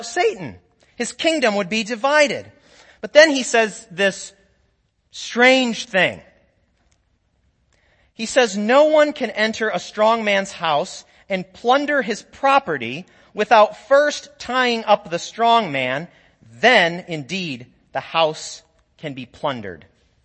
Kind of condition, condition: setting, large echoing room